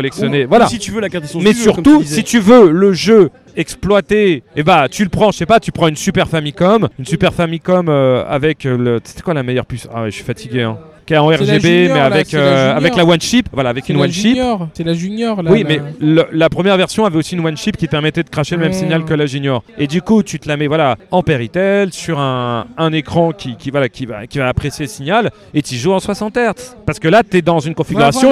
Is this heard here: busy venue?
yes